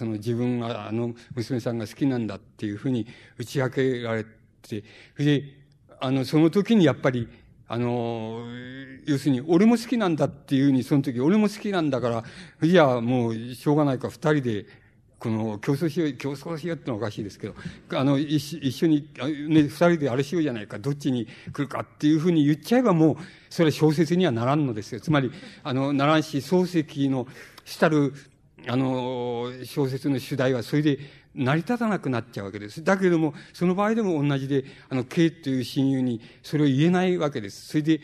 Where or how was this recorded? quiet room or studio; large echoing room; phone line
large echoing room